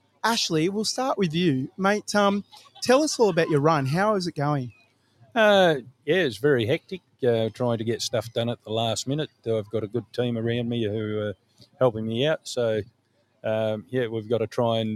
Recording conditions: outdoors